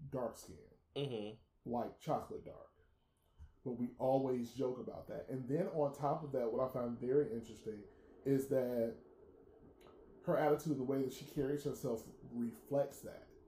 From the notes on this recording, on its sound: Technical difficulties.